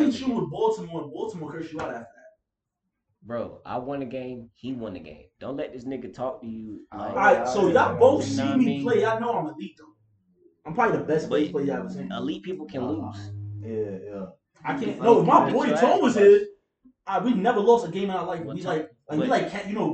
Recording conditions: poor microphone